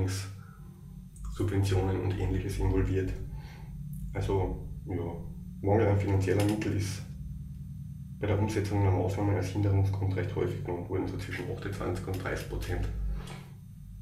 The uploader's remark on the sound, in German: Ungeplant und quasi frisch vom Siechenbett. Aufgrund meiner schweren Verkühlung und den damit verbundenen Aufnahmebedingungen, reduzierter Audioqualität. Man beachte die wummernde Waschmaschine im Hintergrund im letzten Drittel des Podcasts. Angesichts der widrigen Umstände ging’s wirklich nicht besser.